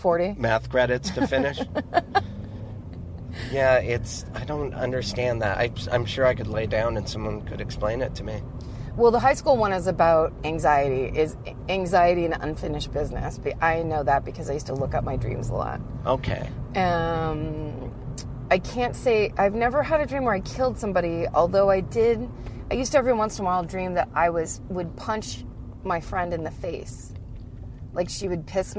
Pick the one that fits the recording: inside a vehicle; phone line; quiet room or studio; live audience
inside a vehicle